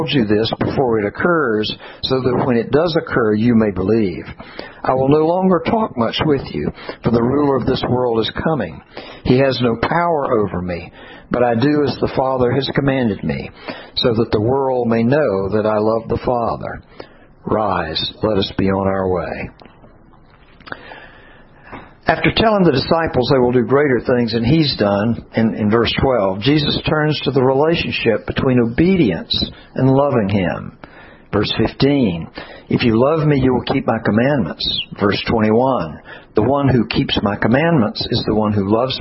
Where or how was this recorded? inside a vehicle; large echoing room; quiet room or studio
large echoing room